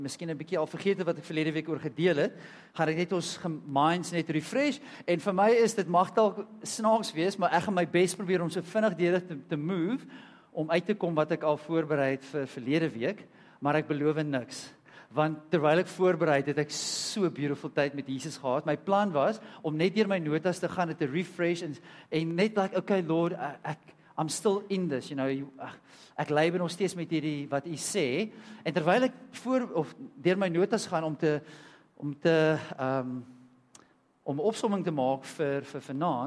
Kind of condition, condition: setting, large echoing room